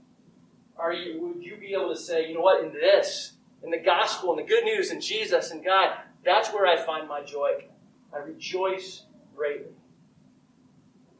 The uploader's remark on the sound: I apologize for the audio quality. The audio was taken from a video, but you can still hear the message.